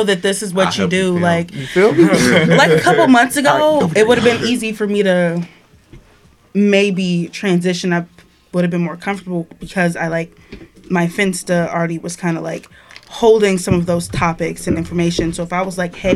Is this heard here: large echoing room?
no